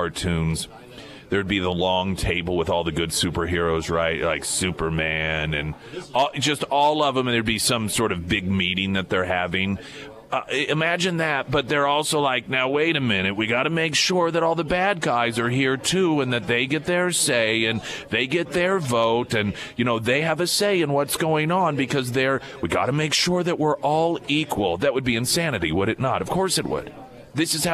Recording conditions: busy venue